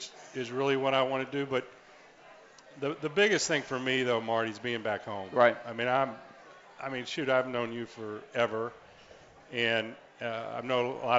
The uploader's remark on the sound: live from the Holy Grail at the Banks